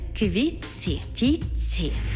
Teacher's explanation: звук «т» переходить у м'який подовжений звук «ц». «Квітці», «тітці».